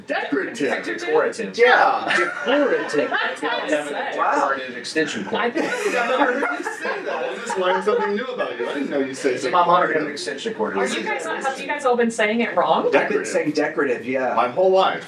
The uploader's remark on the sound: forgot to plug in their mics so the audio quality is questionable